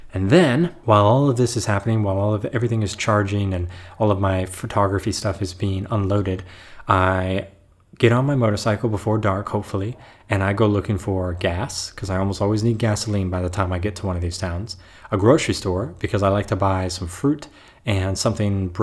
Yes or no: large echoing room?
no